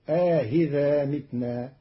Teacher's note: قال الله تعالى في سورة قاف: أئذا متنا. قرأ قالون كلمة أئذا بتسهيل الهمزة الثانية بين مع إدخال ألف بين المحققة والمسهلة فتصير آهذا متنا جمعا بين اللغات عند بعض العرب.